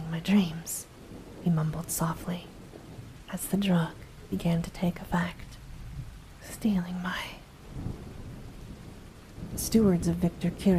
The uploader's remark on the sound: Soft Spoken Reading + Light Thunderstorm Ambience. A light thunderstorm has been added in as background ambience.